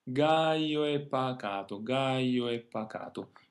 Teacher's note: The O and the E are spoken together without thinking too much about how to divide them up. Since they're composed together, that means they shouldn't be separated.